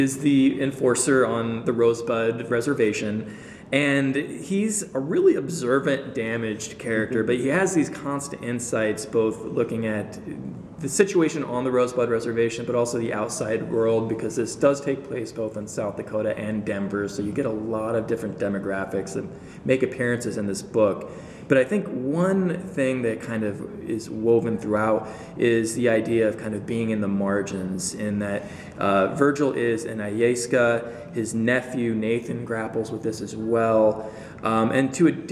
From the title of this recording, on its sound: LIVE from PLA 2020!